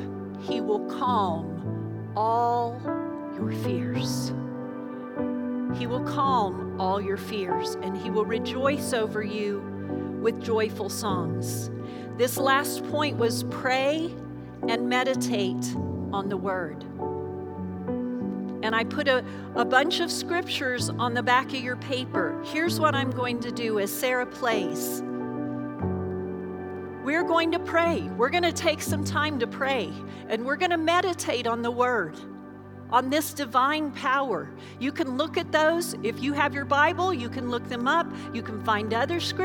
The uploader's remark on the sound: Recorded live during our Wednesday night service